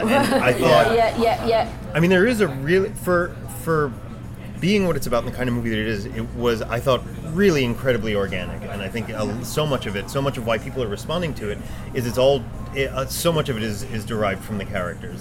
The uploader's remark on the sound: Recorded at Larchmont Bungalow in Los Angeles, CA.